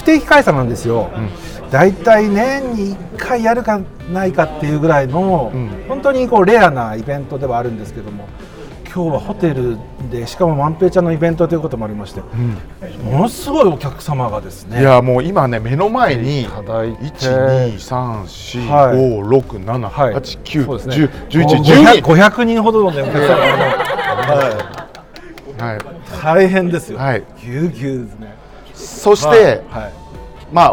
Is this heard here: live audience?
yes